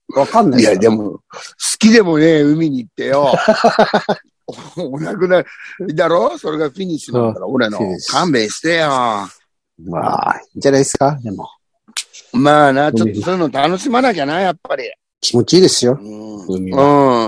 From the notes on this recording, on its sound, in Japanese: ZOOMで収録